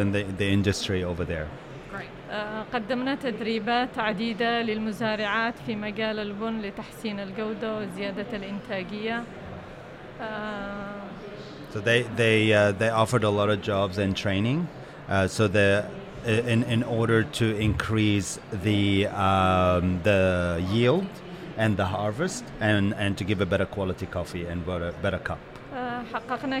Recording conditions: busy venue